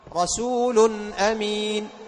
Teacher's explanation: ما في سكت بين التنوين والهمزة